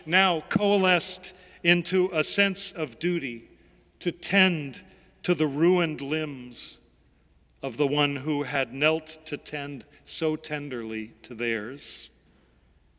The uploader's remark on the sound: Sermons from Old South Church in Boston